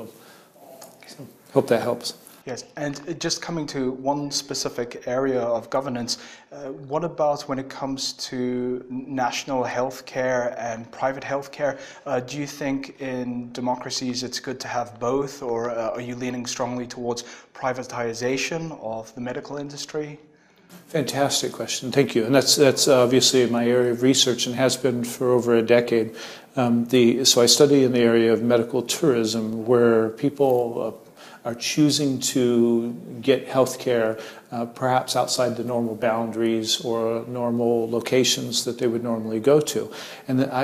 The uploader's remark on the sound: The interview took place at the Liberty International World Conference 2018 in Krakow.